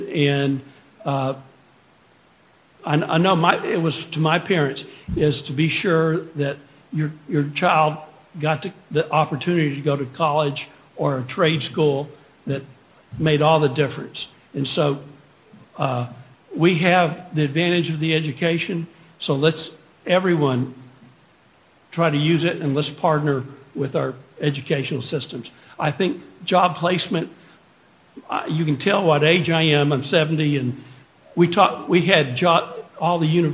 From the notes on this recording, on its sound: MCALLEN, Texas. One of the panelists at the “CEOs Unite - Let’s Get Uncomfortable” summit. The event was hosted by Hidalgo County Prosperity Task Force and Futuro RGV.